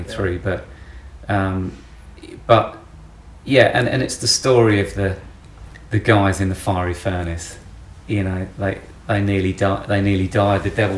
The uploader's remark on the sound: forgive the sound of our photographer clicking away in the background